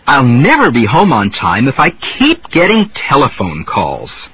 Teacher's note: after each of the jumps, the pitch began stepping down again until the next pattern started with another jump.